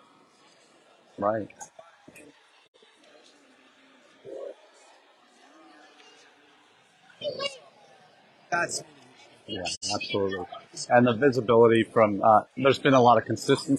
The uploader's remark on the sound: Our #intled #livechat comes to you from the Expo Hall at #NAFSA2023.